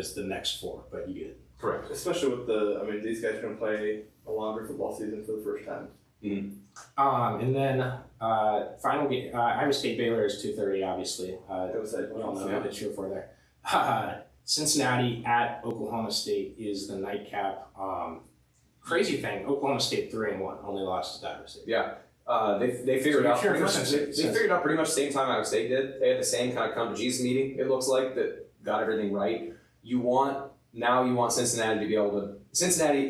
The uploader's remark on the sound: Due to technical difficulties, the audio is a little lower quality than normal.